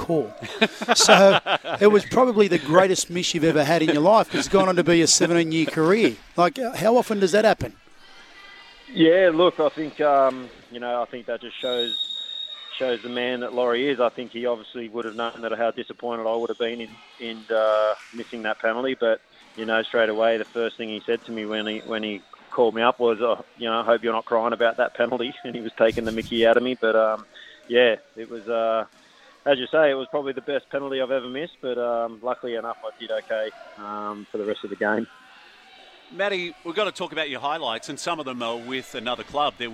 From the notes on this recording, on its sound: Live from Terrigal Basketball stadium. Plenty of action going on out there.